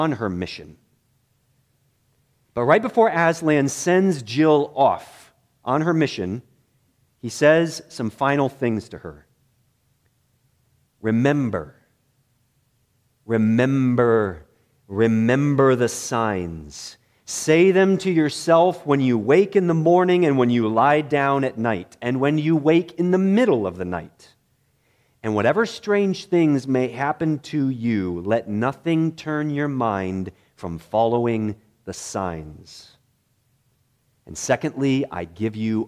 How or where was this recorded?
large echoing room